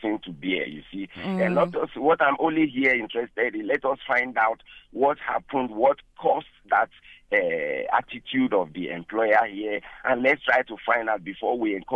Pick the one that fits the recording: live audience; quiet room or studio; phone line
phone line